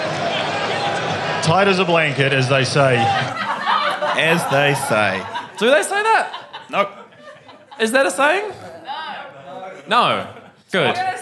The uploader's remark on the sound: Live from the Gryphon Theatre as part of the NZ Fringe Festival! Entertain an audience.